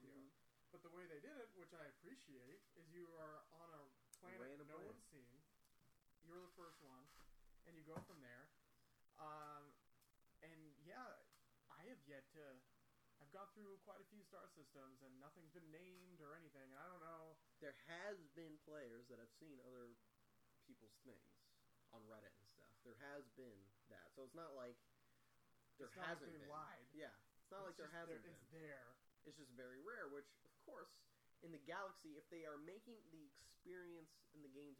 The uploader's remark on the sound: Sorry about the low audio